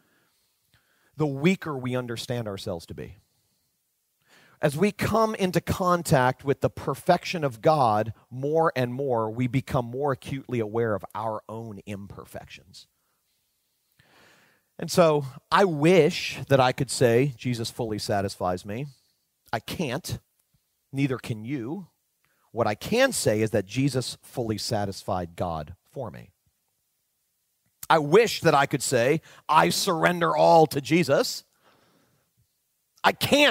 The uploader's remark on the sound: delivered back in March 2019 at Spring Hills Church (Santa Rosa, California)